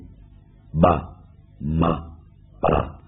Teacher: Cái tiếng mà bật từ hai môi ra